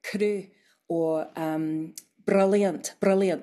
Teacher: It's just a little tap. It's not a long roll. · Term: tapped R